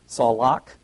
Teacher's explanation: it's pronounced salak, with the emphasis on the second part of the word